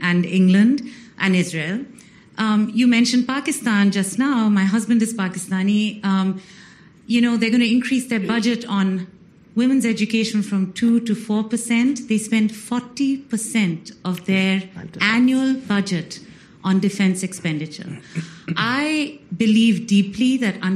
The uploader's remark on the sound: as part of the Aspen Forum on Women and Girls at the Aspen Institute